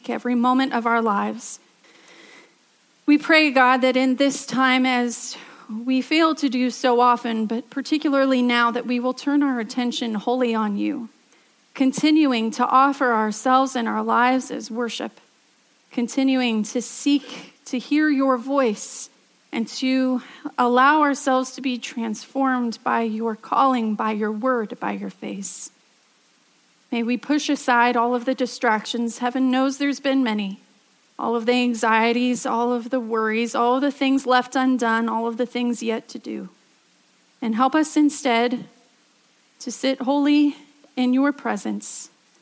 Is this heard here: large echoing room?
yes